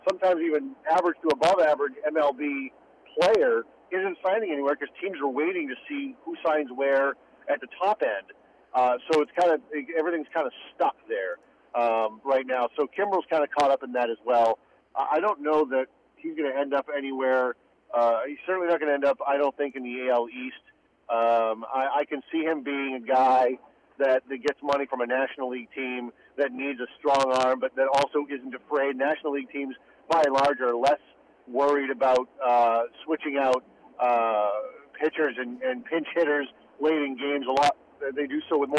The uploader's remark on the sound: Calls.